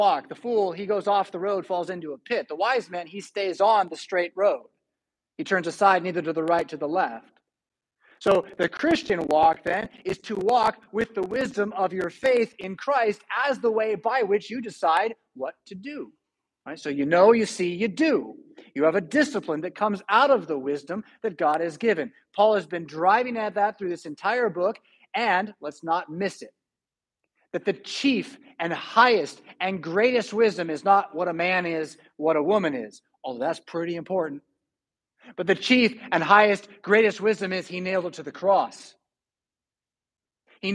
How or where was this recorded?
large echoing room